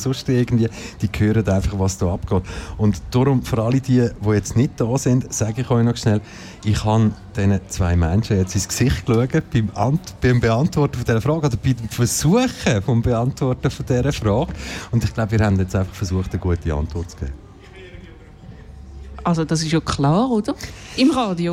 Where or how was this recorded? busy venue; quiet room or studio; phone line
busy venue